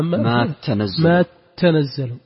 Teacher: على أنها تاءين مدغمتين يعني ما تتنزل